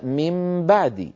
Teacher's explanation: والنون مقلوبة عند الباء في قوله تعالى من بعدي